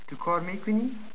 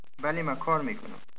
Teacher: raising the intonation at the end instead of having it come down as it does in statements · Shown in: first take · For example, do you work?